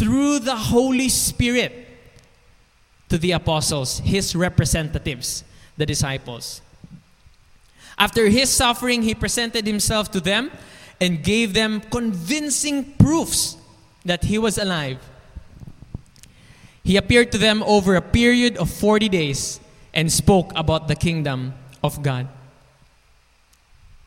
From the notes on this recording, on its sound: This podcast was recorded last May 9, 2021 | 9:45 AM at Ebenezer Community Alliance Church.